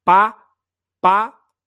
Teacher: essa explosão exclusivamente oral que o fonema pá exige